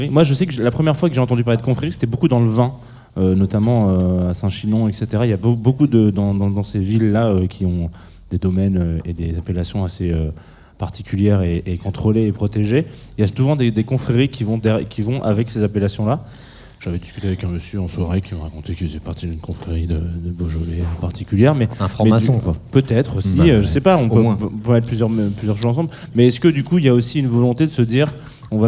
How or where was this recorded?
busy venue